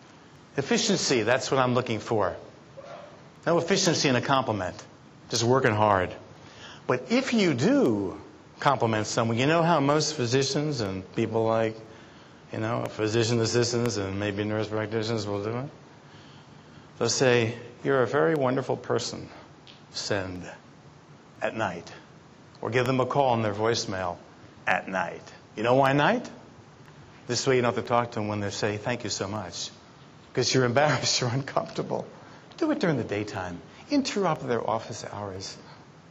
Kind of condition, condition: setting, busy venue